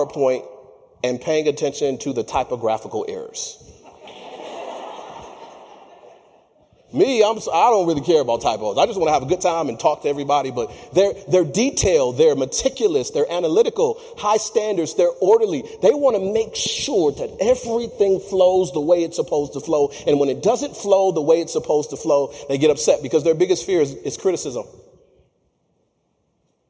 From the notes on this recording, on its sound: features a clip from my keynote presentation at the National Association for Court Management Conference in Las Vegas.